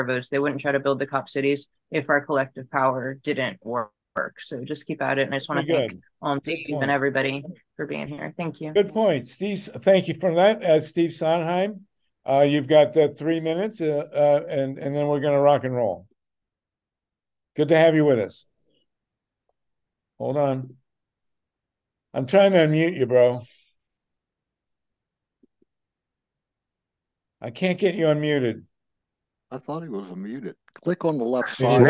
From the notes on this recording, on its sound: Our GREEP zoom #156